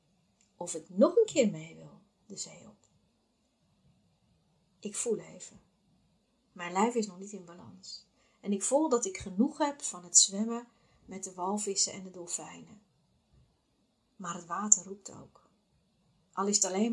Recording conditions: poor sound quality